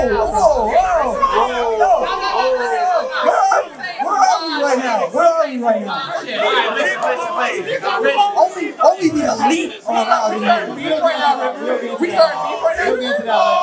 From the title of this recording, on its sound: LIVE AT DREAM CON!!